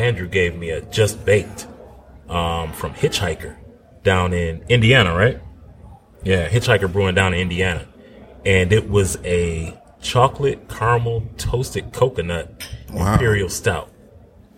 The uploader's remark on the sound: Live from One Under Craft Beer and Eats in Livonia